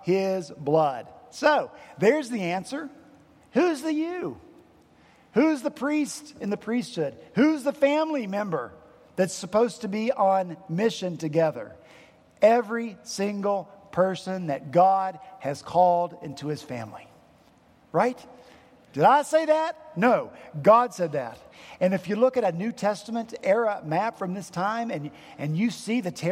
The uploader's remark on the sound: At Redeemer Presbyterian Church in Charleston, SC.